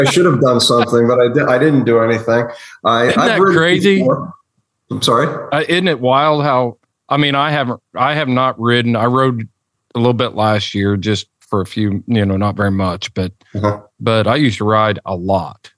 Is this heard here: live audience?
no